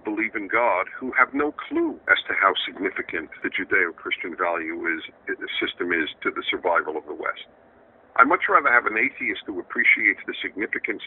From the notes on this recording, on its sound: a phone conversation